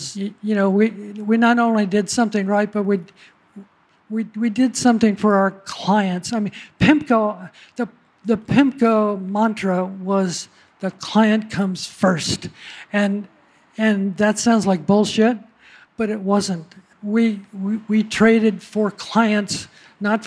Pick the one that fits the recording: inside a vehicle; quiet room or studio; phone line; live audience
live audience